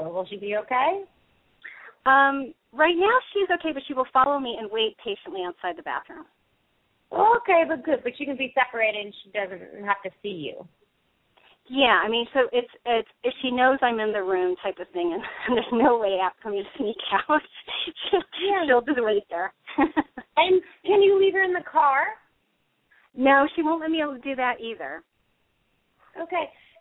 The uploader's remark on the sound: open up the lines for listeners to call